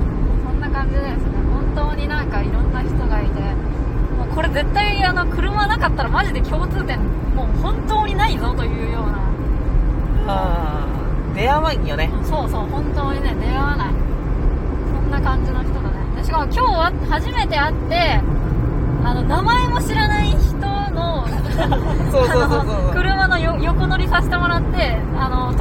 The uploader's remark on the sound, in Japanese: 峠に行って走り屋と話したり、走ったりした。名前も知らない人の車に横乗りさせてもらいました。眠気覚ましのために車内で録っていたので、雑音まみれです。